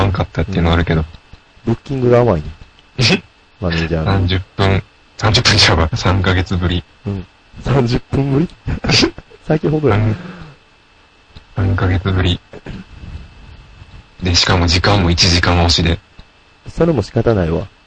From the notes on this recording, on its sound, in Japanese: 楽しく話をしていますが、録音ミスで音割れがひどいです。